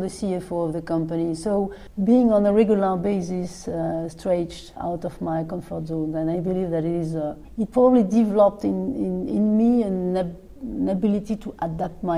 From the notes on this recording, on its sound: Podcast episodes recorded at this year’s Global Peter Drucker Forum on management.